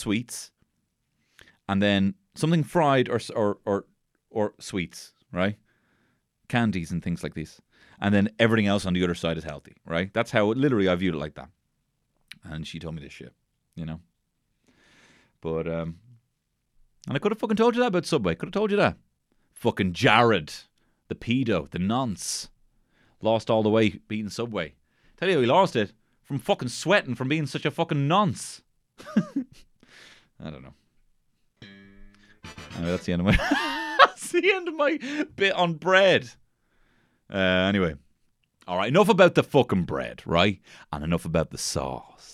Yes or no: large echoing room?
no